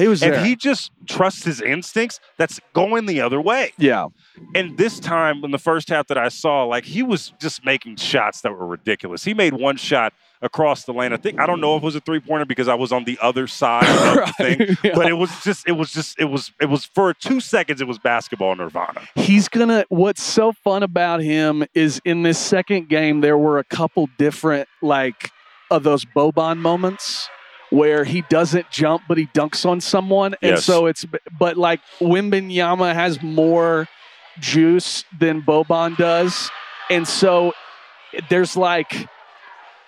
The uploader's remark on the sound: Live from the concourse of the Thomas & Mack Center. The first three days of Las Vegas Summer League.